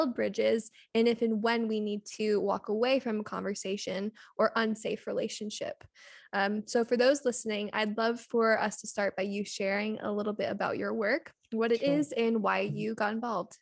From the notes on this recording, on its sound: it was over Zoom